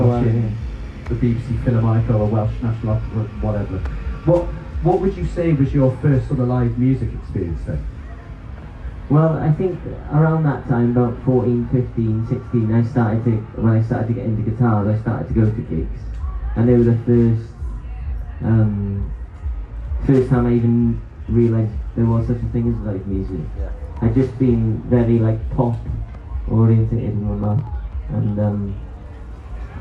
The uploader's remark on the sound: Travelled to Kendal Calling and recorded a live episode in the woods.